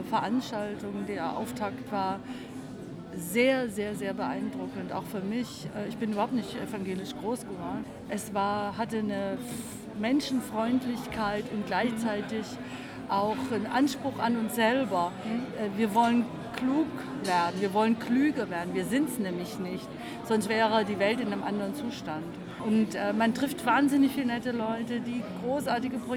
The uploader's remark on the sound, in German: Auf dem Evangelischen Kirchentag 2015. Evangelischer Kirchentag Stuttgart 2015.